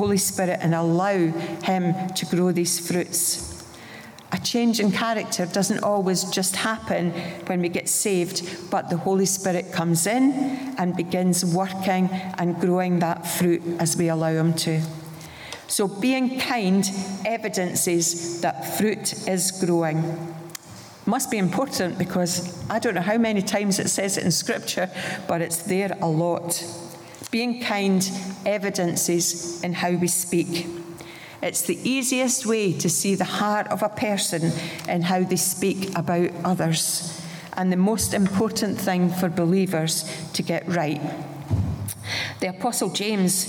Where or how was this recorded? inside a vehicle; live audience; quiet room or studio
live audience